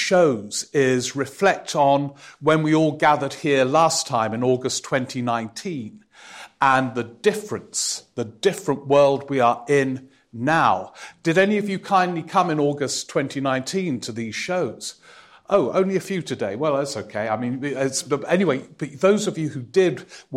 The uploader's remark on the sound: Live at the Edinburgh Festival